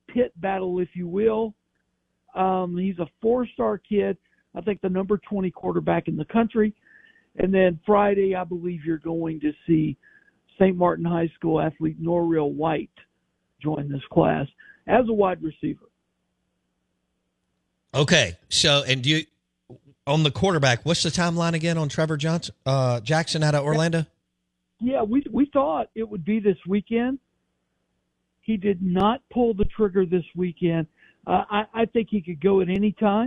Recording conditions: phone line